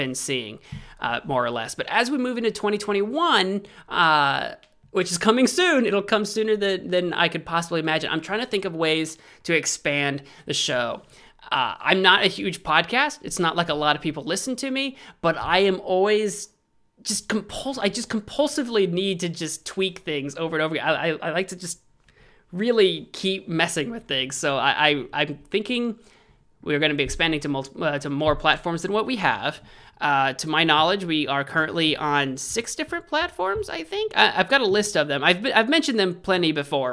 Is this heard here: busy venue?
no